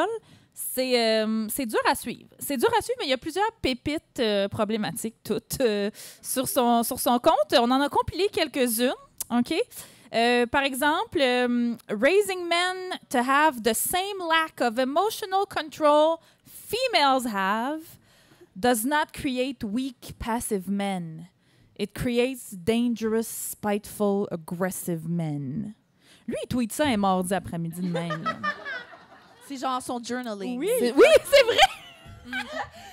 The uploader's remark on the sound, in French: Enregistré devant public au Café Tuyo à Montréal.